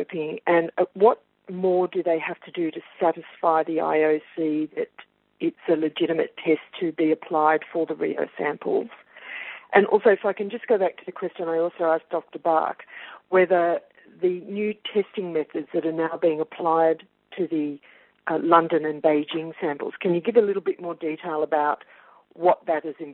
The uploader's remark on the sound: IOC Conference Call